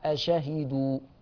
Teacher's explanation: حفص بيقولها بهمزة واحدة مفتوحة